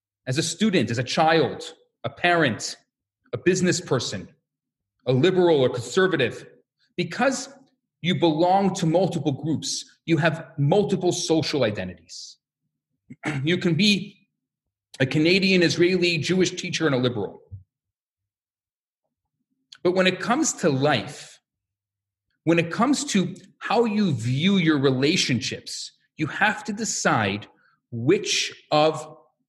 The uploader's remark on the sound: Recorded Live at Rohr Chabad NDG in Montreal, Canada. A Live Workshop.